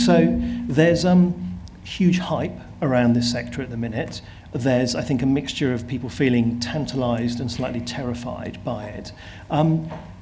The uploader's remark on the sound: This podcast is a recording of a speaker session from the AI Creative Summit, held at BFI Southbank, London, in November.